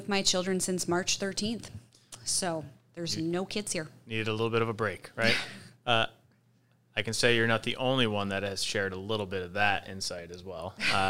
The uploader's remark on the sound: Broadcast live from the Peru Tech Academy. Live From the Peru Tech Academy 2020! Several participants join the show to share their thoughts on this week long learning experience.